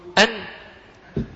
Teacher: أن الجزء الفموي من النون ينحبس وين؟ خلف اللسان، والجزء الخيشومي الذي هو الغنة يتابع طريقه إلى الخارج